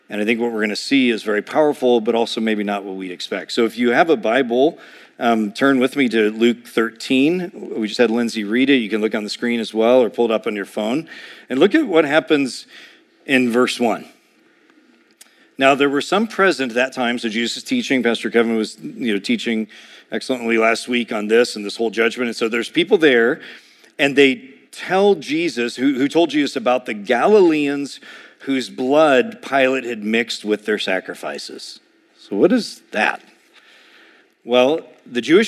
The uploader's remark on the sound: A sermon preached